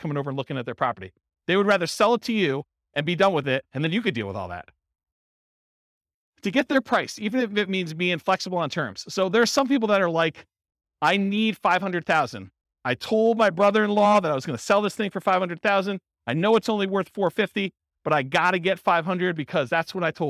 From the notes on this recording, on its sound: This was a live class recorded